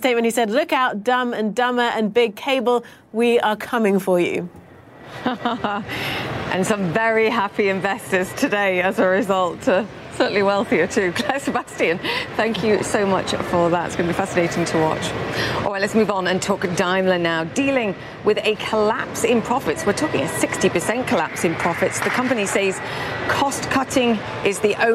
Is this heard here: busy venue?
yes